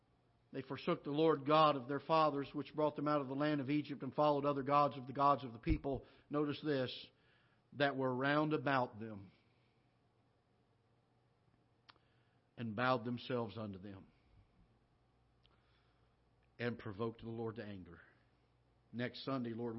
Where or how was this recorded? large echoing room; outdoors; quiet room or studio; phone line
large echoing room